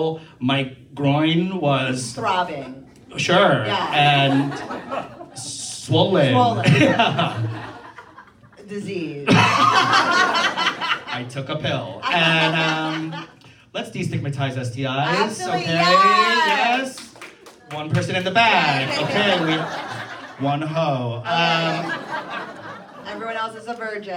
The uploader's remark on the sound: WE are live at The Lincoln Lodge in Chicago!